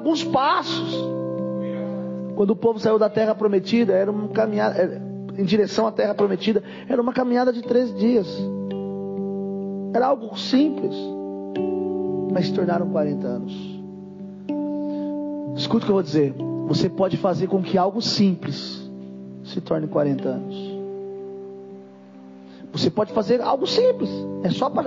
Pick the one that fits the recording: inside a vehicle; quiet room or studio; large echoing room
large echoing room